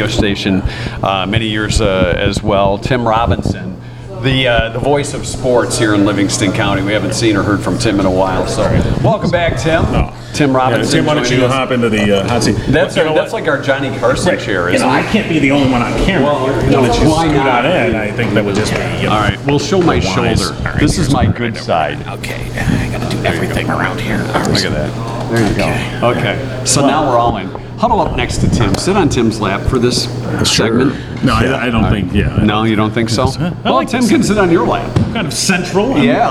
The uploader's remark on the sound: We continue the Summer Splash Party on location at Uptown Coffeehouse in Downtown Howell with espresso shots for everyone!